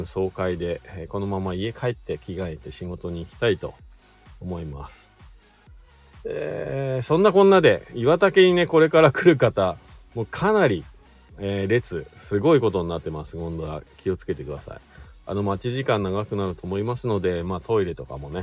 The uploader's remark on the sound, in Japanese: 本日、白馬岩岳スキー場で滑り終了後 車の中から